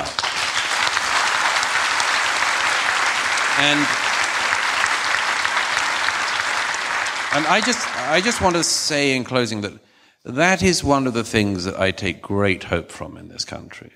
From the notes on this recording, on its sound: A special edition of our show filmed before a live audience.